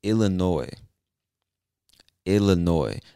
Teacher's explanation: you'll see that the word ends with an S, but we do not pronounce that S. It is silent.